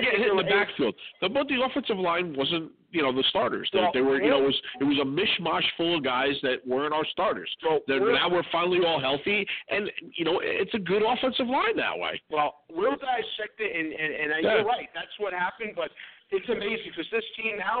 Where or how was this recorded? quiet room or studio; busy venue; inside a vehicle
busy venue